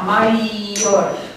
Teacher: I semivocală, aflat în interiorul cuvântului în poziție intervocalică, este considerat consoană dublă, deci silaba care îl precedă este lungă.